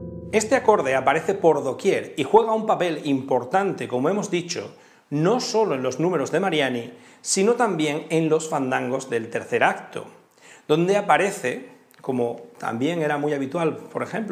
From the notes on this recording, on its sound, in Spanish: Hoy, dentro del Ciclo de Conferencias que el Teatro de la Zarzuela programa en colaboración con la Asociación Amigos de la Ópera de Madrid. La conferencia fue grabada en el Teatro de la Zarzuela en marzo de 2021.